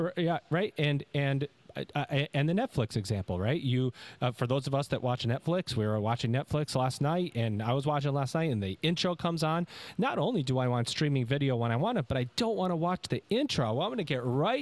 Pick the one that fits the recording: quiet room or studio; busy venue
busy venue